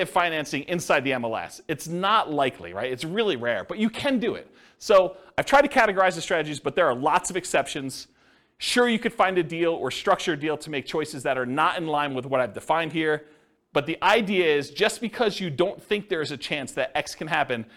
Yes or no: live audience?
yes